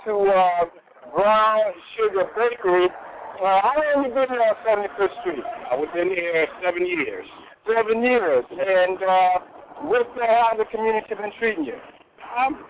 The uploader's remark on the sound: we broadcast "LIVE" from The Brown Sugar Bakery